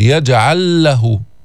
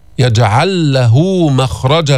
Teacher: يجعل لام ساكنة بعدين لام متحركة بعد منها، حصل الإدغام، فاللفظ بلام واحدة مشددة · Term: الإدغام الكامل